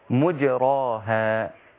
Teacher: الميم هنا ضمت والجيم ساكنة زي ما هي والراء مفتوح ليس فيها إمالة